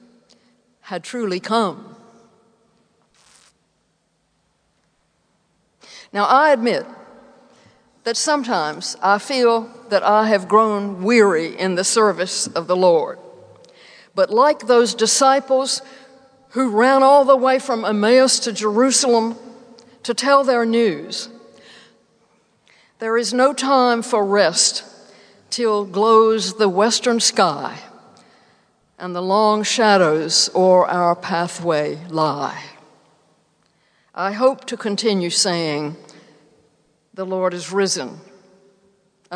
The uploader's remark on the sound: Delivered April 28th, 2017 at St George's Episcopal Church.